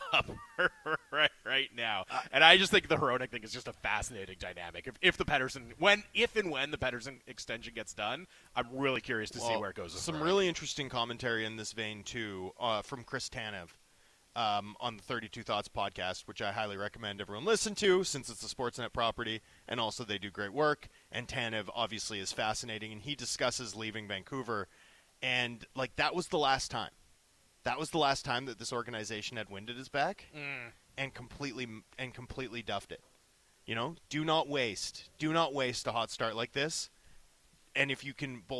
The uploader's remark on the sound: LIVE from Canucks Alumni Luncheon!